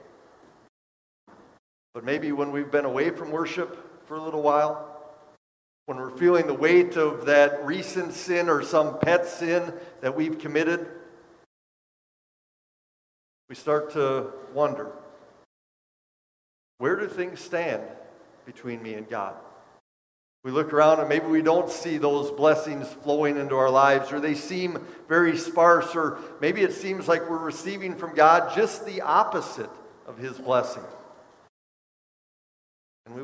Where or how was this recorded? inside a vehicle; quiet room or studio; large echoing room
large echoing room